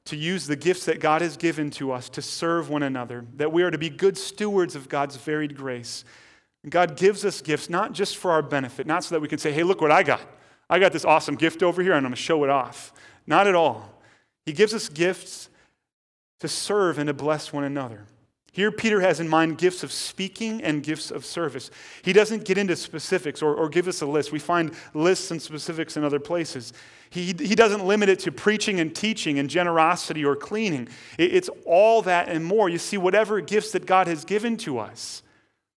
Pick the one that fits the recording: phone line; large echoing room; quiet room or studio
large echoing room